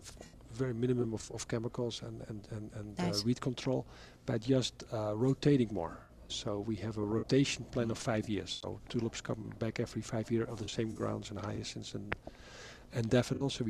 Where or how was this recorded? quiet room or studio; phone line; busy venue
busy venue